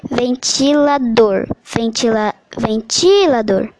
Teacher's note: a sílaba dor é aquela que é pronunciada com maior intensidade · Term: tônica